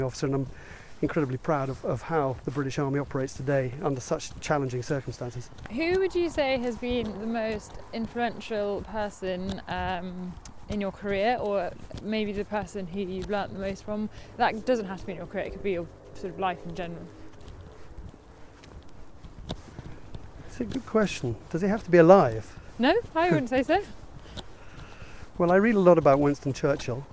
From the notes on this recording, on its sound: Walking around Ardington House in Oxfordshire